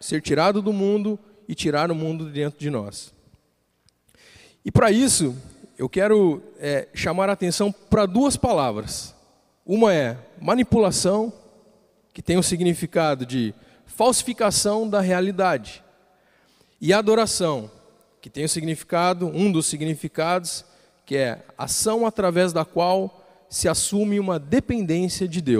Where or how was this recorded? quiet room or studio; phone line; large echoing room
large echoing room